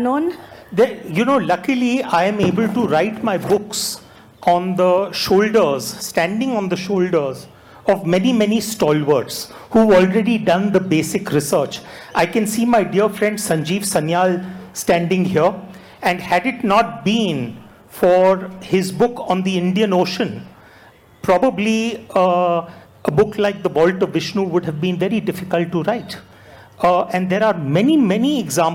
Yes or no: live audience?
yes